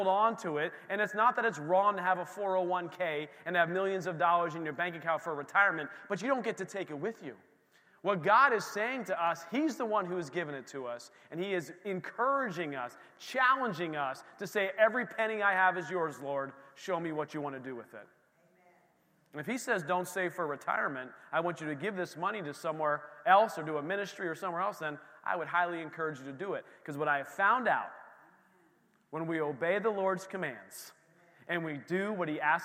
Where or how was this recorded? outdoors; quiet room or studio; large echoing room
large echoing room